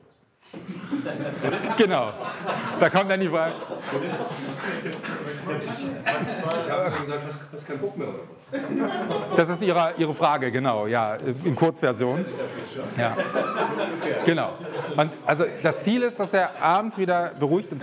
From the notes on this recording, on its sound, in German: Live-Mitschnitt VGSD Vortrag Akquise. Hören Sie einen Live-Mitschnitt eines Vortrags bei der Regionalgruppe Berlin des VGSD zum Thema Akquise. (gekürzte Version).